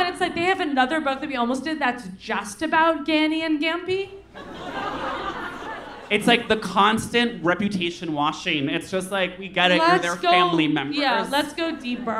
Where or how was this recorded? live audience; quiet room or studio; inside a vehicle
live audience